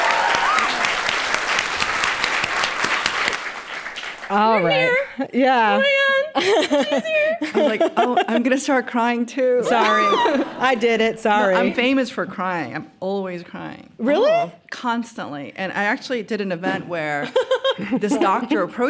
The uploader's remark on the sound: On stage at The Greene Space to kick off The Mash-Up Americans residency.